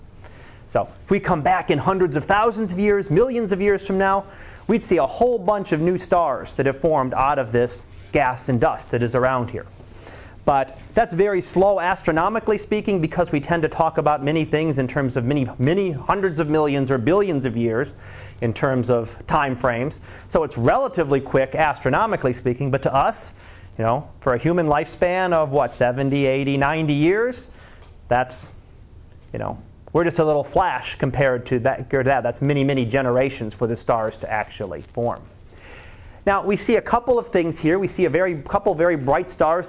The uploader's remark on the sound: Live Class Lecture